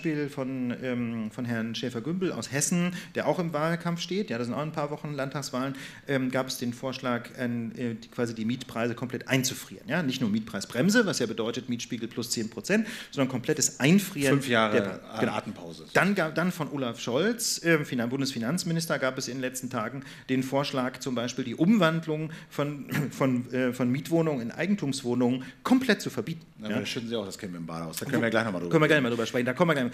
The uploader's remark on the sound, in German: Die Lage der Nation live bei "Das ist Netzpolitik!" (14np). In der Berliner Volksbühne können die Zuschauer der "Das ist Netzpolitik!"-Konferenz live dabei sein. Vor Publikum.